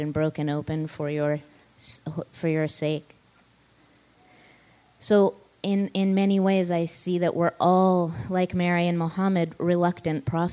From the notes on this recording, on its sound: take questions from a live audience